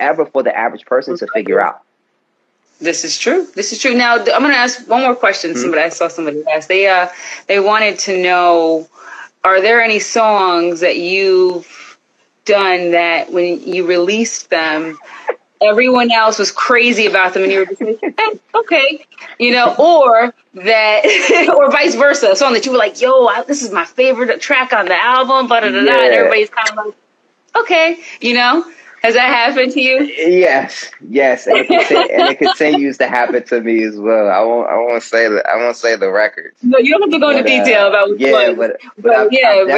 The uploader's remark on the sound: a special Instagram Live #WFH edition